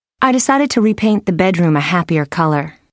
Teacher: Notice how an unstressed to reduces to ta. · Term: Reduction of to in infinitives